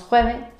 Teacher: algo muy típico de los murcianos es que no pronunciamos la S al final de una palabra